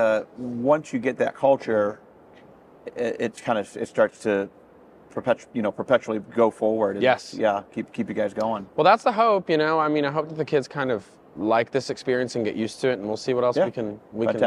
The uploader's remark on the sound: North Gwinnett High School at the 2022 Midwest Clinic.